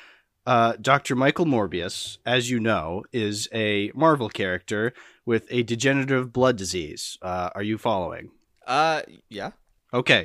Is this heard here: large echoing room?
no